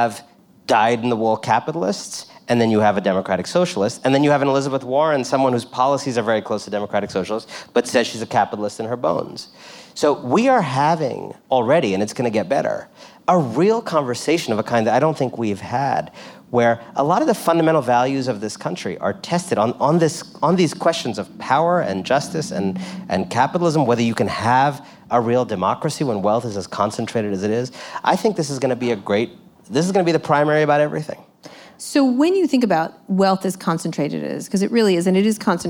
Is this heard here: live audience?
yes